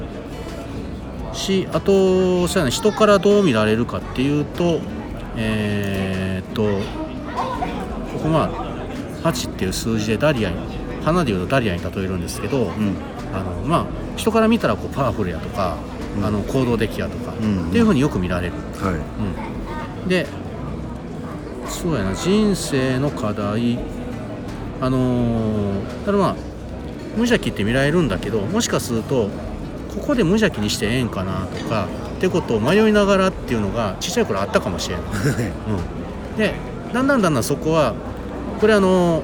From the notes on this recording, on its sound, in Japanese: 大阪難波のスイスホテルのラウンジで収録を行った